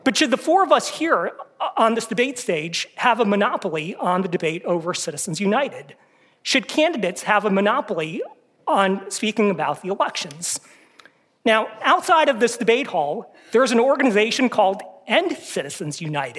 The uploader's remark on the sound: This debate is presented in partnership with the Northwestern Pritzker School of Law as part of the Newt and Jo Minow Debate Series. It will be recorded live in person on Wednesday, February 21, 2024, at the Thorne Auditorium at Northwestern University Pritzker School of Law in Chicago, Illinois.